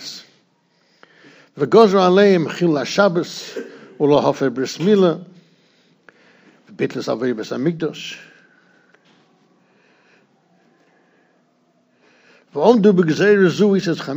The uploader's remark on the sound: Shiur recorded in Yeshivas Ohr Reuven, Monsey, NY.